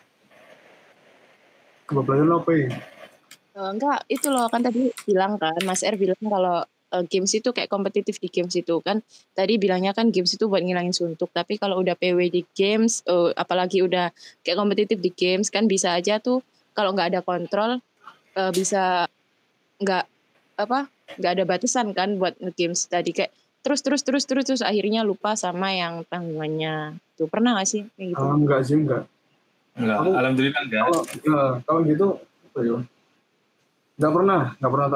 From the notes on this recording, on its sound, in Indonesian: Ini adalah episode MeetCast dimana kita record menggunakan media Google Meet.